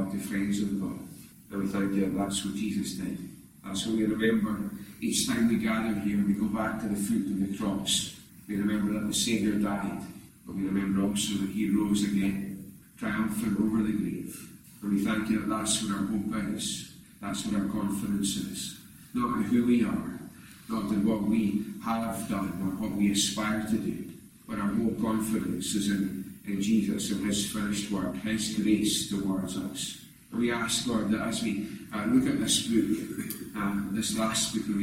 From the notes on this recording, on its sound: recorded at North Harris Free Church on Sunday evening 21st November 2021.